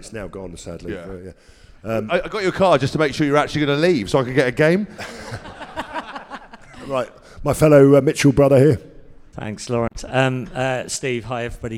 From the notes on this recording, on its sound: World Cup Final preview live. Recorded in front of a live audience at Samsung King’s Cross.